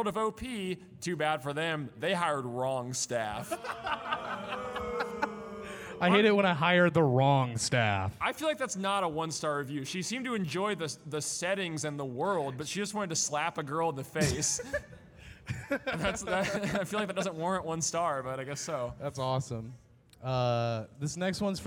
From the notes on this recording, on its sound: This is the audio from our live podcast/panel at Anime Nebraskon 2019.